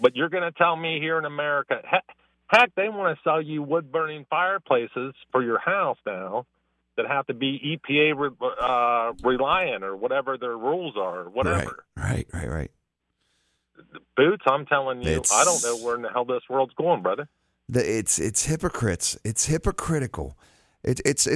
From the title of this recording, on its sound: Saturday Morning Open Phones